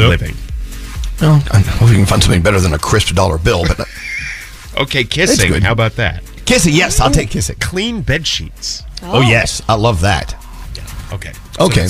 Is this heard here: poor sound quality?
no